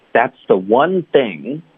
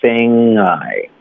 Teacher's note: thing 跟 I 要连读 thingI。那这是一个后鼻音